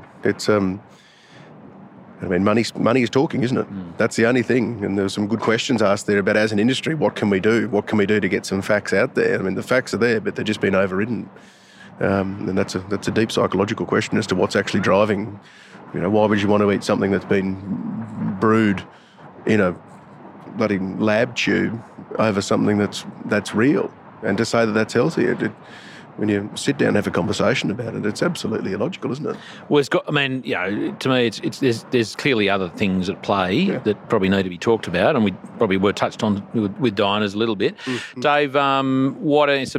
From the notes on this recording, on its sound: Took aside a number of speakers and attendees of the Resource Consulting Services Australia (RCS) in July 2022. The long-awaited 10 yearly conference.